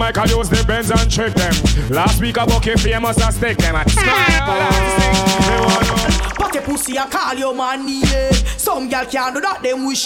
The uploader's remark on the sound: ISLAND SATURDAYS IN PROVIDENCE. Live audio recording from my segment at Island Saturdays.